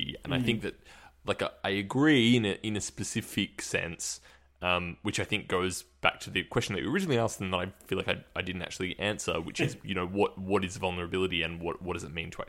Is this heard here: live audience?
no